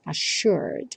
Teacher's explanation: Repare que esses dois S's do assured vão ter um som de X.